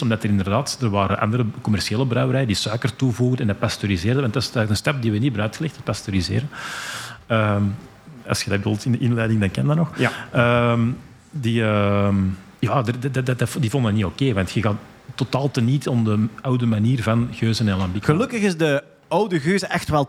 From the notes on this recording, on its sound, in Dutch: Live bij St. Bernardus. Een live Nerdland special opgenomen in de brouwerij van St.